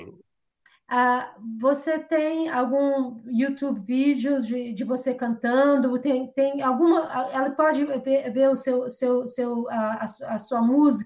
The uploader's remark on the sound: This conversation took place via a video format and converted to audio-only for our podcast audience.